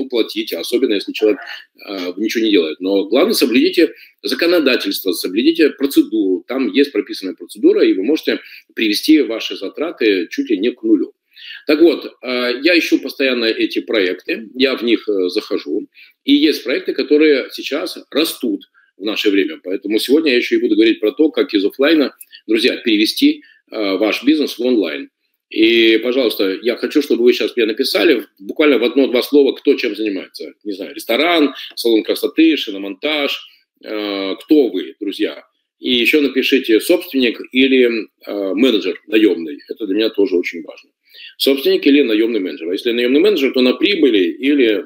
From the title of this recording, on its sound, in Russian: Запись вебинара